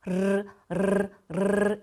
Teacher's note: 르르르 하면서 이번에는 혀끝을 진동하는 거예요